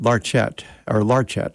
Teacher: He put the accent on the first syllable.